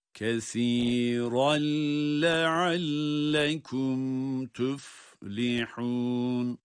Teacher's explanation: Burada كَثِيرًا derken de idgamı bilağunne olarak, yani sanki lam harfi şeddeliymiş gibi